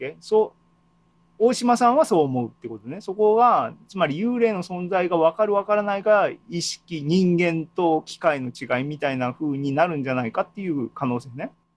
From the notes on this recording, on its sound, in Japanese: ２０２２年６月２９日に開催した ZOOMライブの模様です